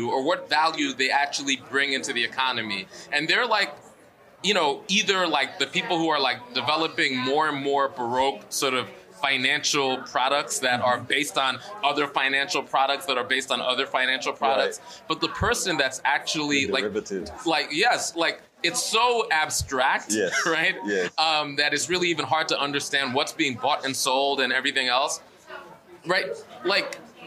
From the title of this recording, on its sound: Live from Netroots Nation in Chicago (Day 1)